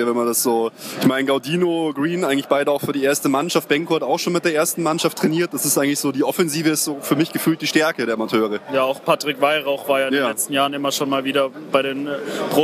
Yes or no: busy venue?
yes